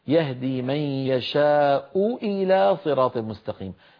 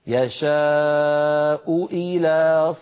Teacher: التقى في النطق همزتان، همزة مضمومة وهمزة مكسورة، فعلينا أن نبين إحداهما من الأخرى هكذا: يشاء إلى صراط إلى، فنبين إحدى اللامين من الأخرى.